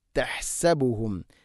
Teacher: തഹ്സബുഹും, തഹ്സബുഹും, തഹ്സബുഹും അല്ല, ഹ സുക്കൂനാണ്. ഹന് ഹന്റെ മഖ്റജ് തൊണ്ടയുടെ മധ്യഭാഗമാണ്